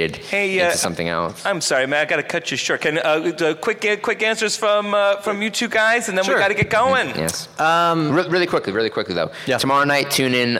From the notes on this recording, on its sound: Recorded LIVE from Stan Lee's Los Angeles Comic Con 2016.